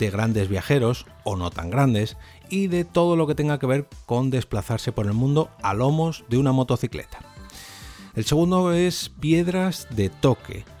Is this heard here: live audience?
no